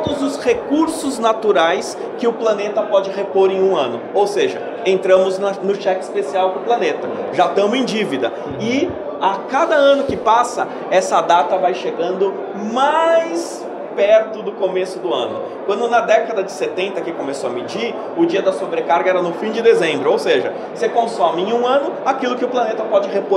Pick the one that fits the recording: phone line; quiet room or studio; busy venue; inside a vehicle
busy venue